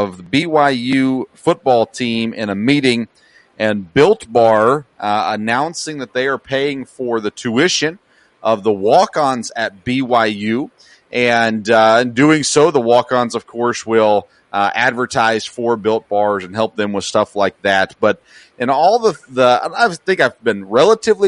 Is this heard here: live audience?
no